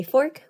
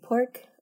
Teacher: if you hear a Filipino accent, you'll notice when we say fork, we say pork · Shown in: second take